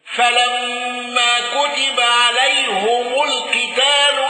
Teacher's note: أبو عمرو بكسر الهاء والميم